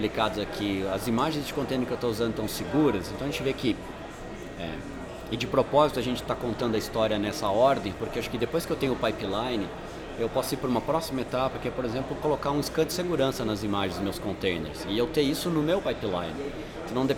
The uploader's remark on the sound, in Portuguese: gravado há alguns minutos direto da QCon São Paulo 2018!